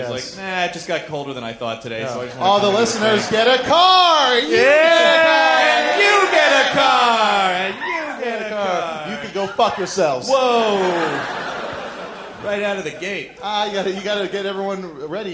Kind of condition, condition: setting, live audience